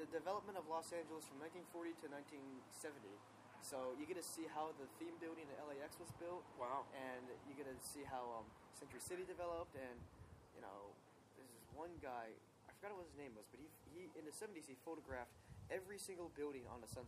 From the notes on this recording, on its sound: Since we're recording from my back yard, you can hear the delightful ocean breeze, random kids shouting in the background